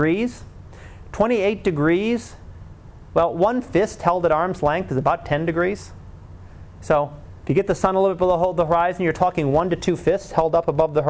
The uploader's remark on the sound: Live Class Lecture